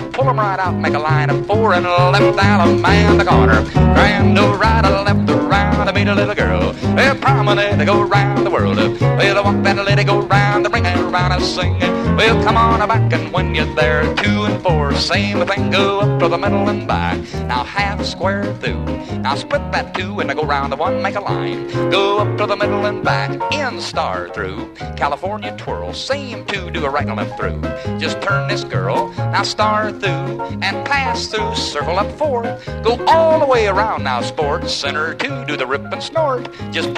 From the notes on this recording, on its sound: Here he is in a live dance recording around 1962.